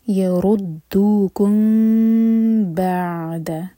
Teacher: اوت الکتاب یردوکم، راہوی اور میم ایم ٹی ہے، اس کے بعد با تو ہم یہاں کریں گے اخوا شفوی. میم کو ہولڈ کریں گے لیکن ٹائٹ بند نہیں کریں گے ہوٹوں کو. یردوکم بعد، عین ساکن پر جھٹکا نہ ہو.